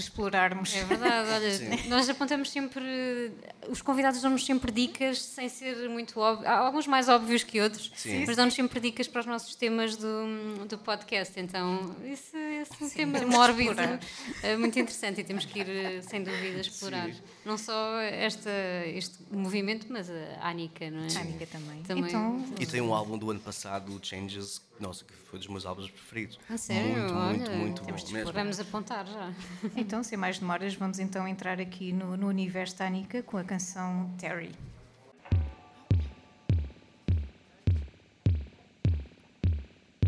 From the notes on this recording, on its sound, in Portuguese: Foi o que aconteceu em mais uma tarde de Salt Peanuts ao Vivo na Chasing Rabbits. Na verdade não saímos fisicamente da Rua do Sol ao Rato.